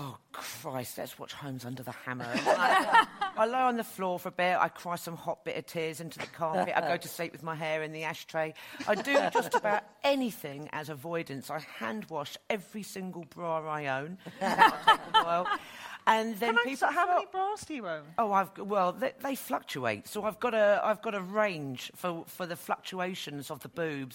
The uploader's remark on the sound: This episode was recorded in front of a live audience at the Twinings Here For You event in London.